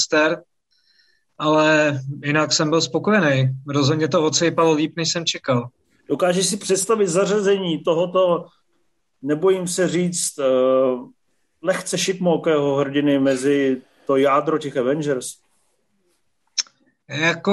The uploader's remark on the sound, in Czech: Nejnovější MZ Live nečekaně přes Zoom